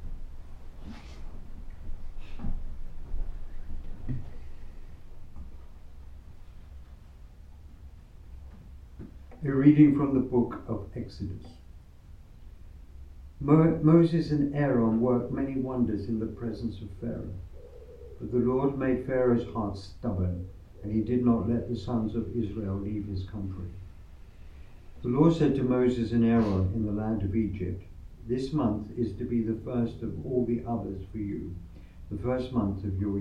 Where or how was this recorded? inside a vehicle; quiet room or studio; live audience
live audience